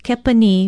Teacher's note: Kepani is spelled K-E-P-A-N-I and pronounced kepani with a stress on the last vowel